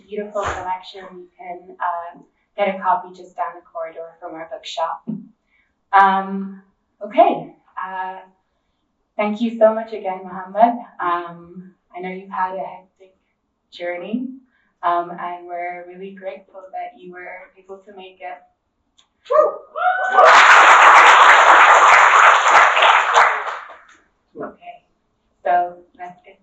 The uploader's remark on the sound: a recording from the Socialism 2022 Conference